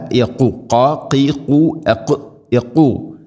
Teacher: തൊണ്ടയുടെ മുകൾ ഭാഗത്തിൻ്റെ മേലെ ഖാഫ്